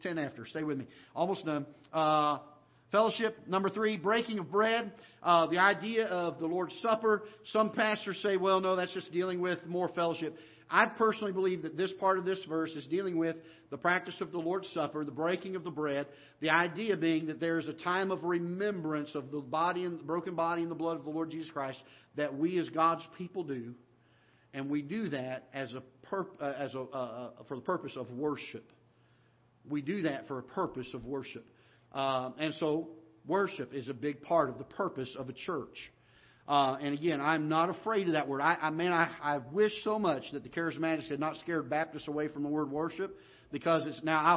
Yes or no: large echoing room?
yes